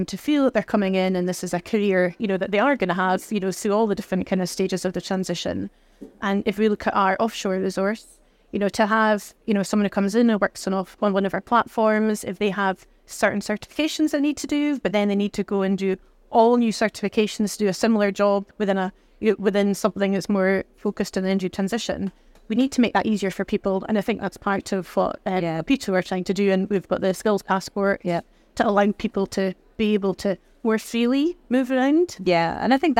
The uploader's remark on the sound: Recorded live at Offshore Europe 2023